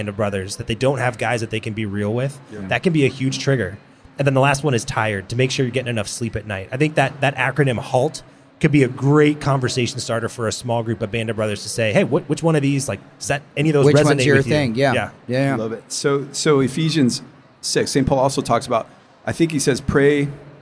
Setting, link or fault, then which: setting, busy venue